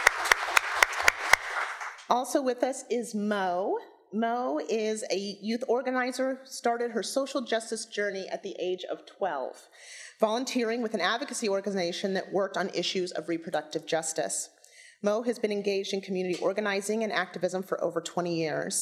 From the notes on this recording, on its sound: This “Womxn Power Seattle” panel took place at Seattle City Hall on January 21.